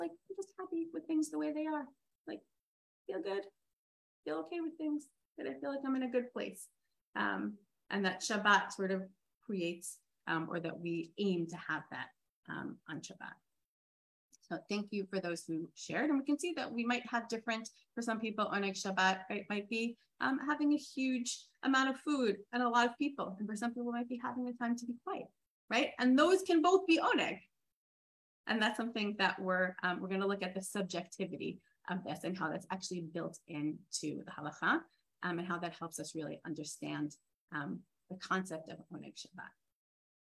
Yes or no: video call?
yes